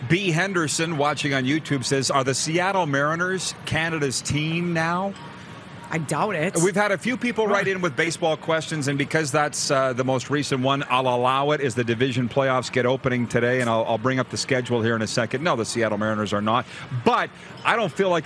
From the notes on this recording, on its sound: LIVE AT THE POMPANO BEACH HOUSE IN FLORIDA!